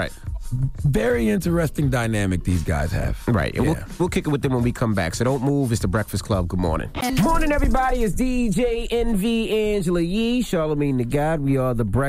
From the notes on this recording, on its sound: we opened up the phone lines